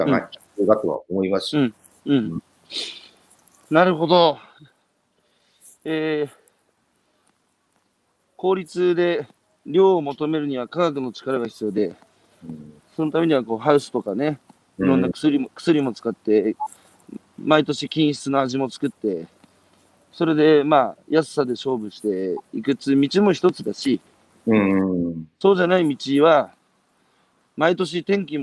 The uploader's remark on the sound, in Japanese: 歩きながら1時間、対談する